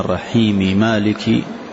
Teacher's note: إذا قلنا الرحيم مالك فالمقصود حال الوصل ما قلنا الرحيم مالك لا نقول الرحيم مالك فعند حفص يكون إدغاما كبيرا عند الوصل